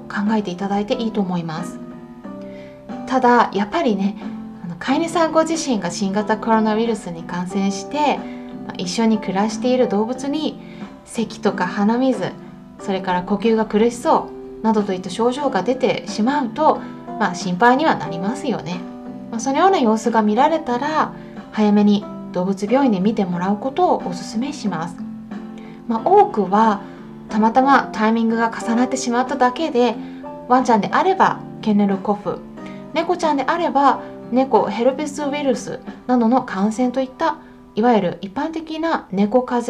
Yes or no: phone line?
no